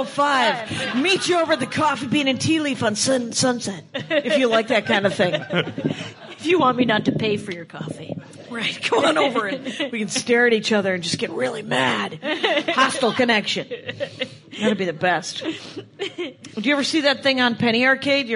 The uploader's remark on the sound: LIVE at LA Podcast Fest. Live at the LA Podcast Festival to a full crowd!